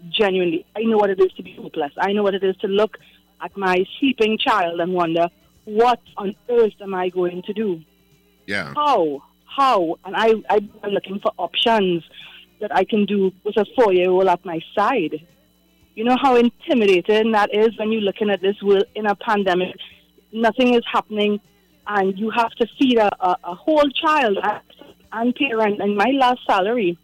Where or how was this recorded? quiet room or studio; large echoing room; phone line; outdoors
phone line